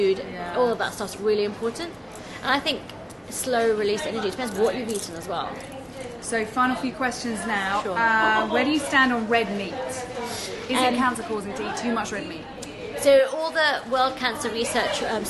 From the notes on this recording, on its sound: This episode was filmed live at Be:Fit London.